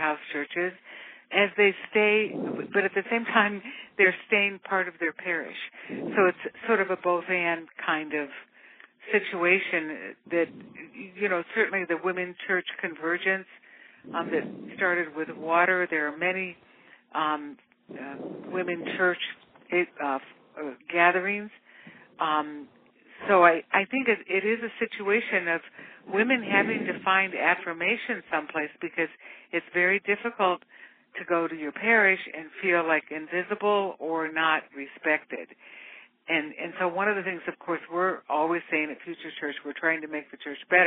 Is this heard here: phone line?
yes